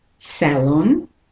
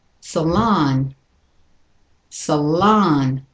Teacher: The second syllable is stressed. · Shown in: second take